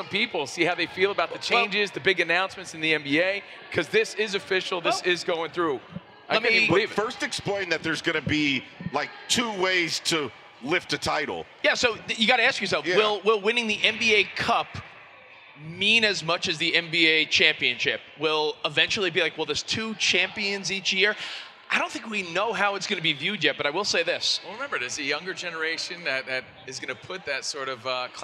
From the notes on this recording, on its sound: live again from NBA-CON in Vegas